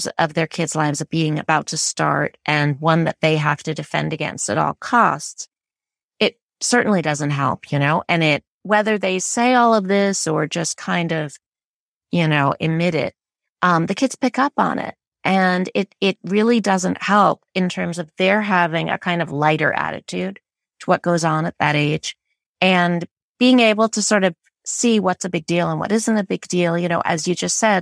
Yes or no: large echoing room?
no